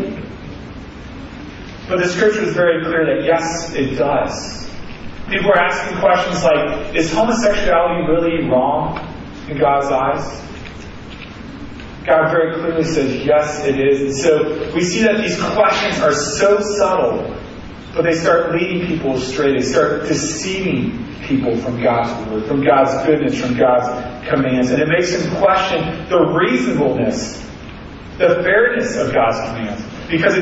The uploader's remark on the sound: Sorry for the poor audio. We had troubles getting the device to record through the sound board.